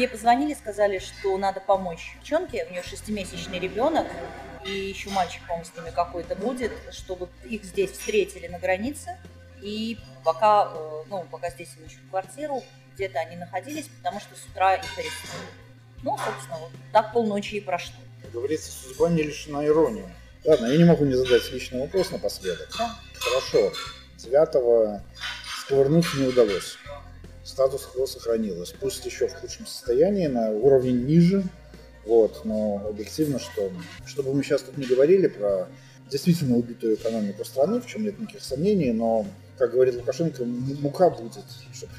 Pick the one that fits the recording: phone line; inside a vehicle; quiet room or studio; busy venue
busy venue